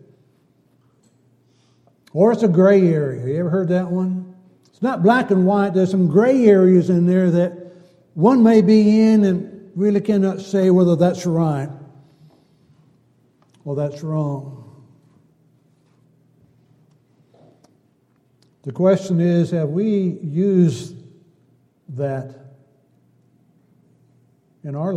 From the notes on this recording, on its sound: Downtown Church Of Christ Audio Sermon